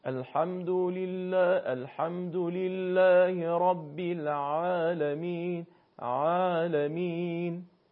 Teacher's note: حرف عین از وسط حلق تلفظ میشه و در هنگام تلفظ حلق انگار یک کششی در حلق ایجاد میشه